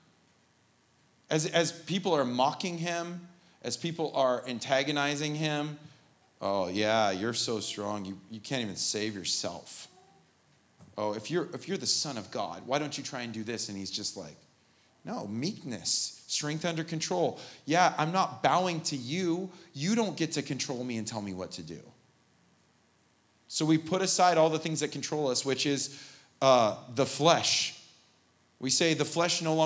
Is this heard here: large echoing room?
yes